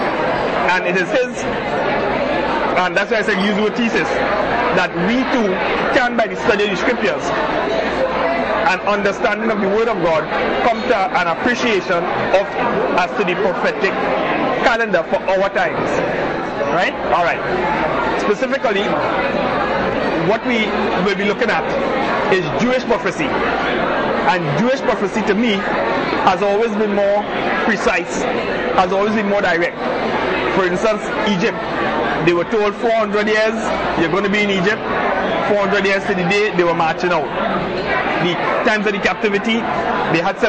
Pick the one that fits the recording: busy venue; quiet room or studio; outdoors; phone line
busy venue